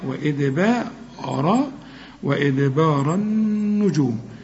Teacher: رأى الباء ما تقولش وإدبار بار، لا وإدبار، وإدبار النجوم، شوف النون بتاعت النجوم مشددة لازم تغنى